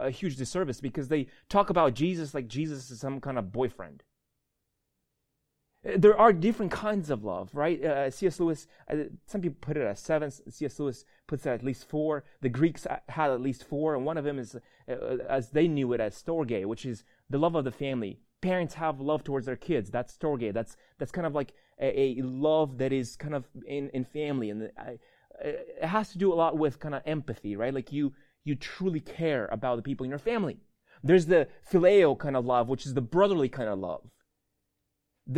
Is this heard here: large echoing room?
yes